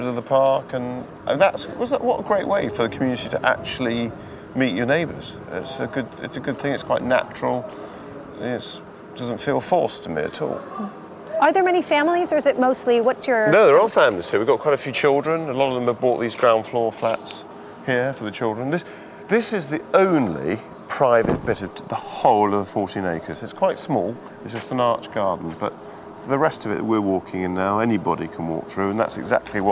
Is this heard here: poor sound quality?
no